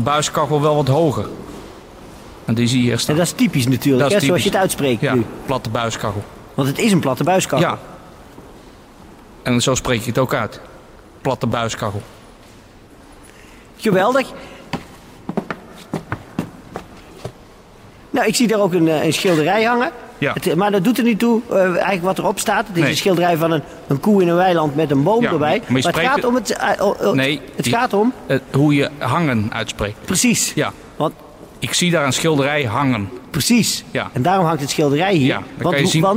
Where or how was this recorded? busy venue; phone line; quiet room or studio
busy venue